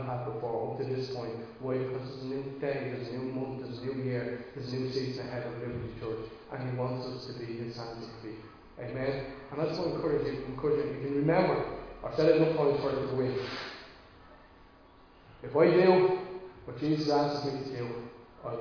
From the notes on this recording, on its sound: Recorded live in Liberty Church on 27 March 2022